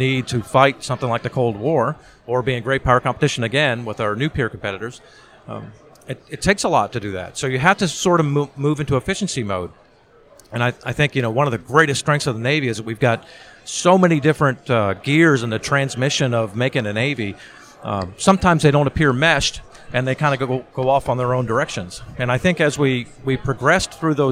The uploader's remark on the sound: Force Master Chiefs Live from SNA.